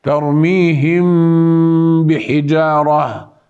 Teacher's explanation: نأتي بغنة عندما نطبق الشفتين ليس إطباقا تاما بحيث يكون ضغط على الشفتين، ترميهم بحجارة، هكذا يكون الإخفاء الشفوي، ترميهم بحجارة.